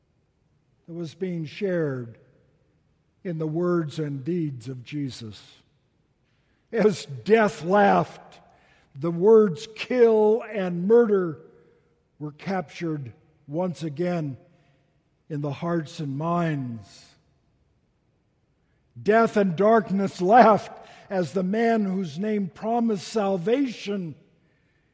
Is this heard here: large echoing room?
yes